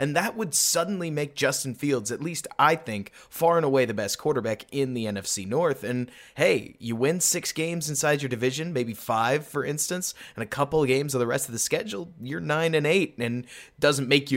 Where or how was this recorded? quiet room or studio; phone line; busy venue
quiet room or studio